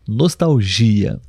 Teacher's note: A sílaba tônica é a última, nostalgia.